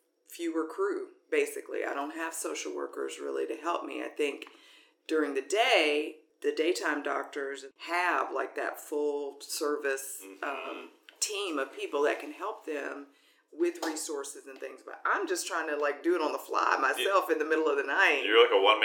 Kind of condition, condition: fault, poor sound quality